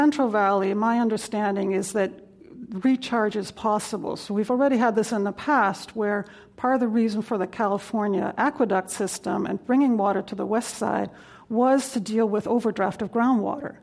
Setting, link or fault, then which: setting, live audience